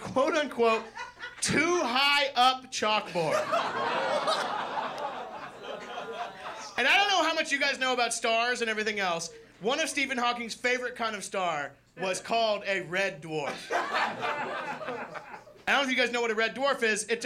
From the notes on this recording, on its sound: Filmed live at the Hollywood Improv in Los Angeles, CA on January 5th, 2024.